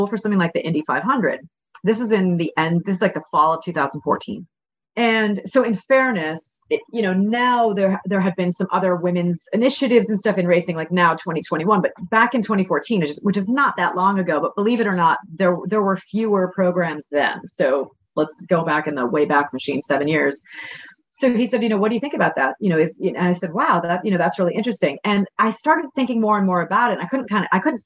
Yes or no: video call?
yes